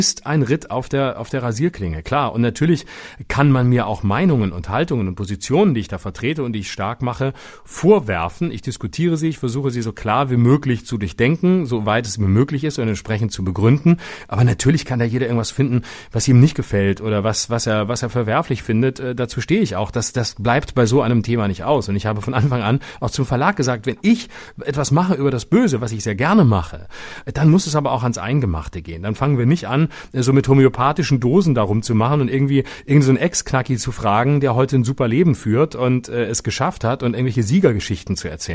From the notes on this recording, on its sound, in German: Aufgrund diverser Hotel-Widrigkeiten in mehreren Städten nun per Telefon zugeschaltet ist.